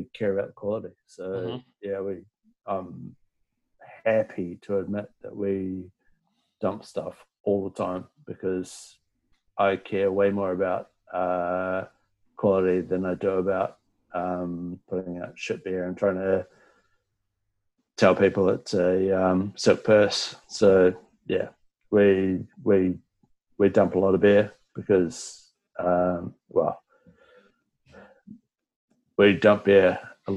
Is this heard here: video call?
yes